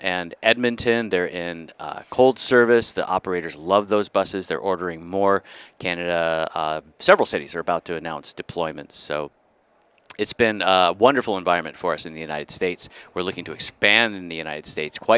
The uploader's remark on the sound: we're live at the Hydrogen Americas Summit